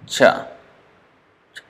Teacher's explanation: It's not the tip of the tongue that is touching, it is the center of the tongue that is touching at the top